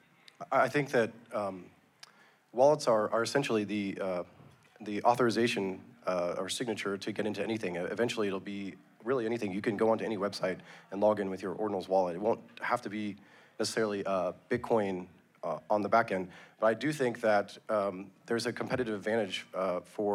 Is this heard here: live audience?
yes